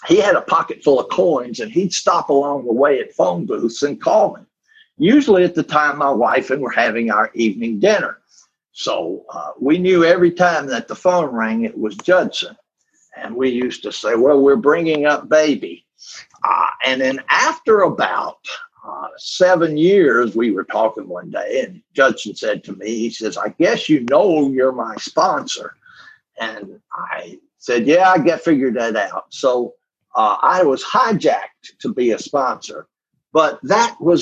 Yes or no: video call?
yes